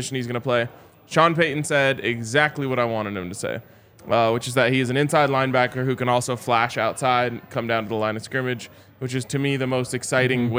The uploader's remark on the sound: coming to you LIVE from the DNVR Bar